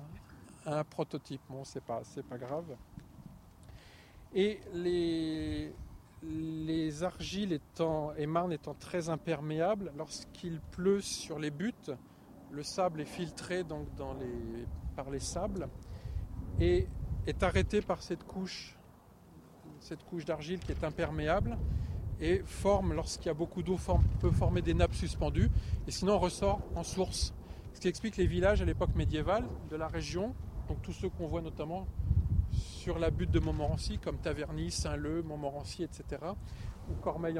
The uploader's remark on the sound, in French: Le podcast itinérant du très Grand Paris. Toujours à pied, toujours dehors.